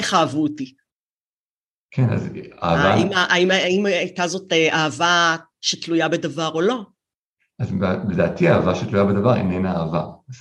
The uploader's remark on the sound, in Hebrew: הראיון הוקלט במסגרת לייב זום בפייסבוק ועבר עריכה לפורמט הפודקאסט.